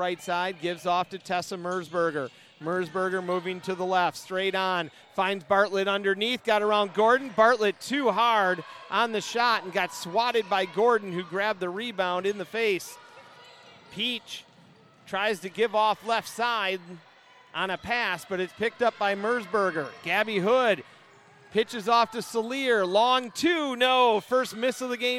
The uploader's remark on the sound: Full game audio. At the Reiman Gymnasium in Milwaukee, Wisconsin.